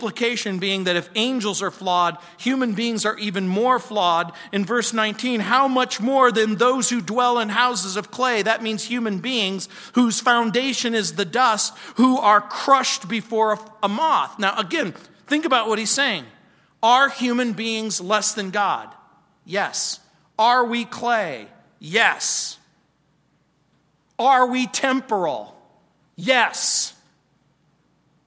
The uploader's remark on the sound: On Wednesday nights. At Calvary South Denver in Littleton CO.